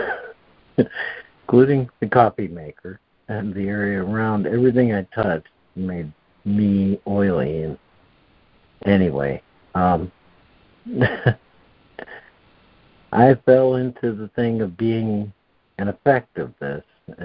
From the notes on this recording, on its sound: ACIM Daily Conference Call